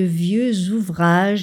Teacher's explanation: Notez la liaison en z de vieux ouvrages